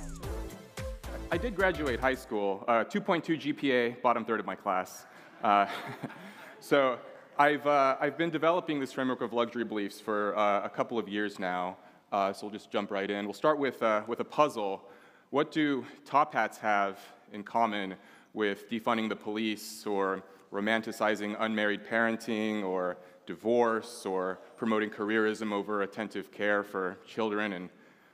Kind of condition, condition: setting, live audience